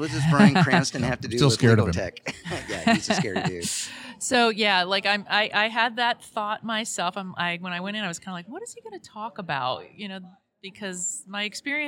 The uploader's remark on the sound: Legal Week 2024 Special Part One. Recorded live from the bustling environment of the 2024 Legal Week conference in New York.